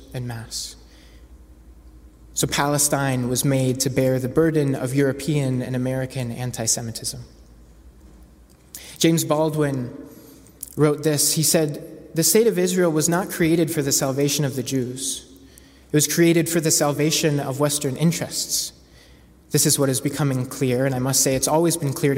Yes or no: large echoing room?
yes